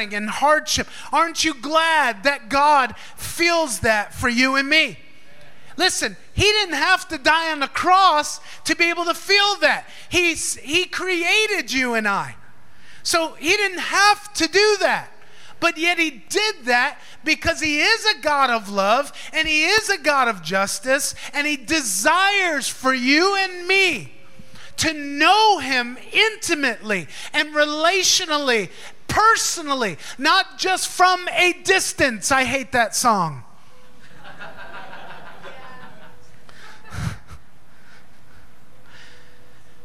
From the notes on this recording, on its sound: Recorded live in FIRE School of Ministry in Davao City, Philippines.